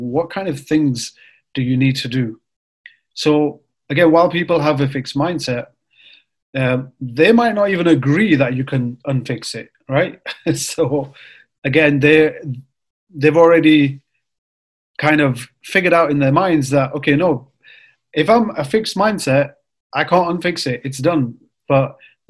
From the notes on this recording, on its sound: It was recorded live via zoom for the newly launched brothers show.